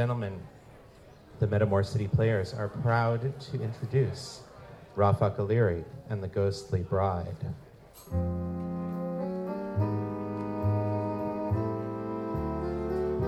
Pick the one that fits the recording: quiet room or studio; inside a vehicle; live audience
live audience